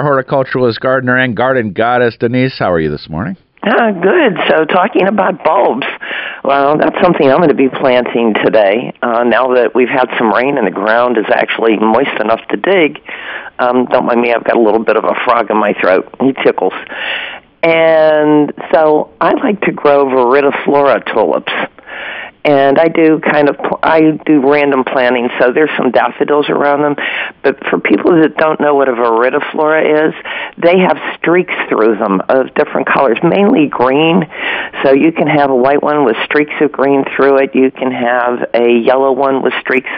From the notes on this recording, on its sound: Learn along with the callers